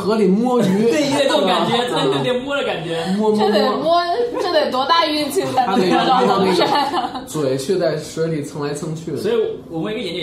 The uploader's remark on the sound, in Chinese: 本期节目为在张大妈办公区用录音笔录制，可能有街道上的杂音，请见谅。